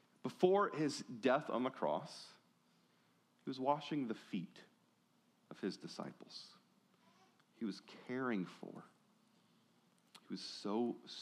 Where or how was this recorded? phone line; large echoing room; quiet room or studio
large echoing room